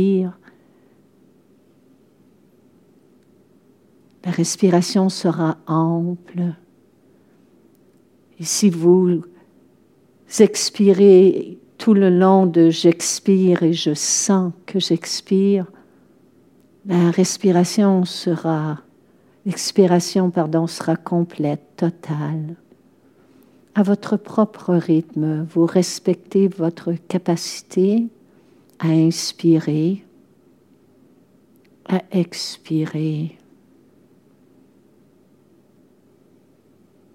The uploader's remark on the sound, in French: Séance enregistrée le 21 octobre 2023 au Monastère des Augustines, à Québec